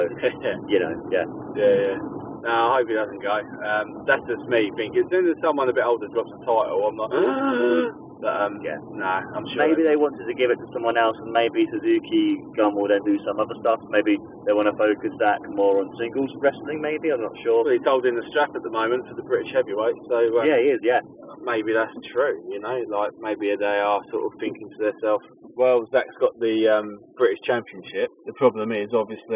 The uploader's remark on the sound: on our drive home